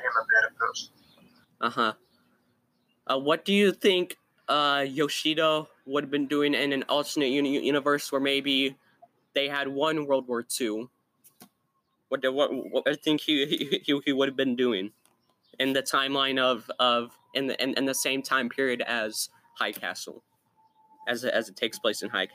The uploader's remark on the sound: PLEASE IGNORE BACKGROUND NOISE, WE HAD TO MOVE OUTSIDE DUE TO NETWORK ISSUES. ALSO, IGNORE ANY SMALL STUTTERS.